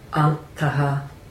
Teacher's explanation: the nasal is going to change to nga because of the ka. Consonant, so antaha.